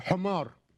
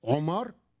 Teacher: لا تستطيع هذه القبيلة أن تنطق حرف الحاء، بل تنطق حرف الحاء عينا · Shown in: second take